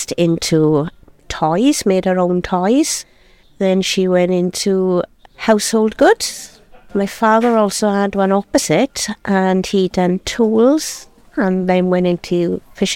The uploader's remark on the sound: 'Voces in the Market' recorded in Pontypridd Market. From Awen Cultural Trust and Y Muni Pontypridd in conjunction with GTFM.